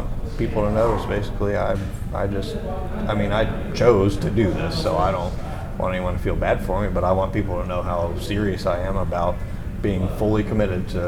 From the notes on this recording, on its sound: This was recorded at Indianapolis Motor Speedway's media center in a side area with only three other media members, and is the only audio copy of the interview known.